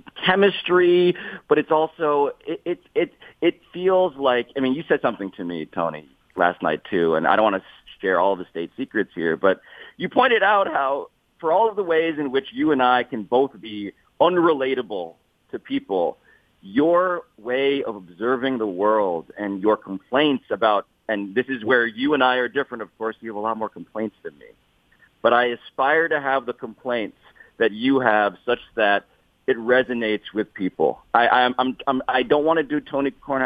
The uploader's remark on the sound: Calls. Phones.